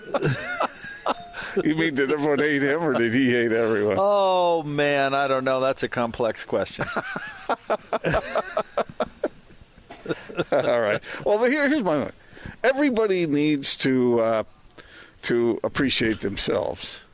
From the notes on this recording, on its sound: LIVE at The Warehouse